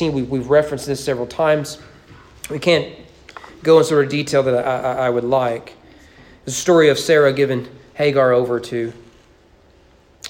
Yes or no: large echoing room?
yes